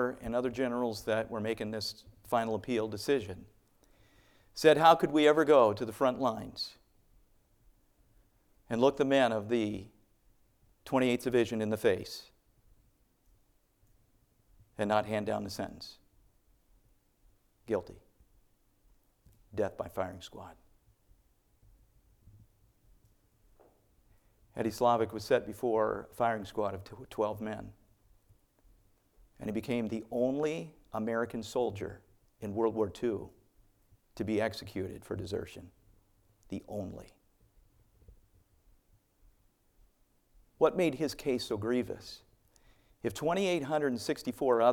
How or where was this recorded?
large echoing room